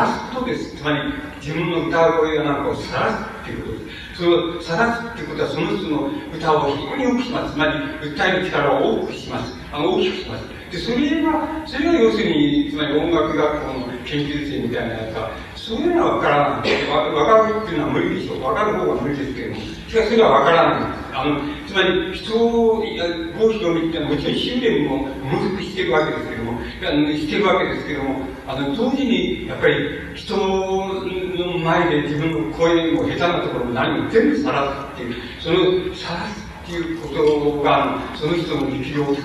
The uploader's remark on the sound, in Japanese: うち質疑応答26分。音質：３。主催：地方・小出版流通センター。場所：幕張プリンスホテル。地方・小出版流通センター 20周年記念イベントの講演。やや音声が曇っているが 比較的クリアに収録されている。